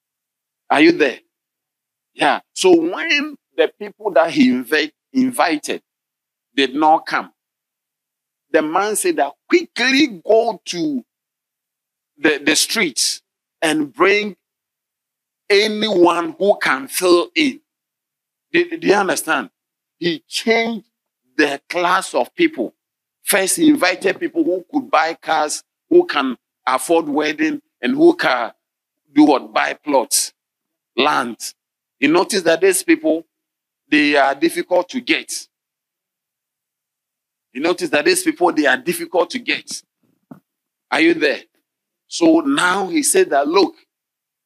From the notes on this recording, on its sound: Sermon delivered on Tuesday, June 13, 2023, at LCI Mega-Church in Cape Town, South Africa.